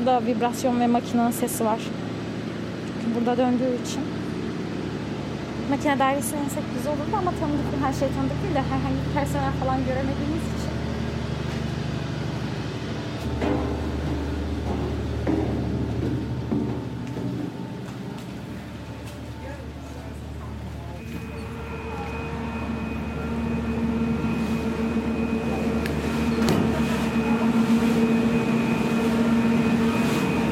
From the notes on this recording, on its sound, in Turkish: üç yıl sonra ilk kez vapura binerken kayıttayız